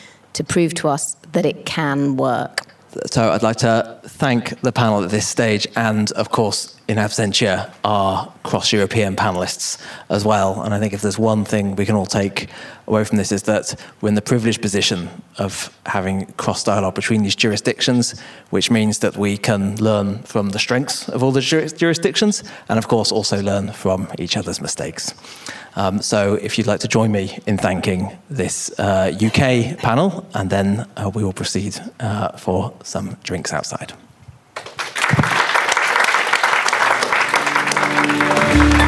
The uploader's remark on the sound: The London panel discussion from our recent Europe-wide event on collective litigation.